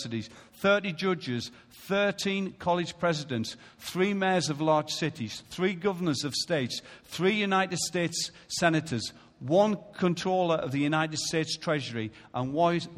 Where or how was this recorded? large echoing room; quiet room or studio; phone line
large echoing room